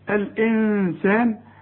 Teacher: لازم تغني النون علشان بعدها السين، السين من حروف الإخفاء بس ما تستعملش فيها لسانك.